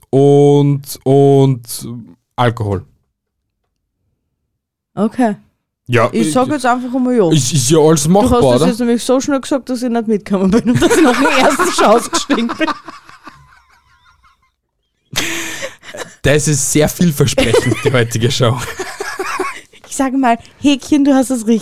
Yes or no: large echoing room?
no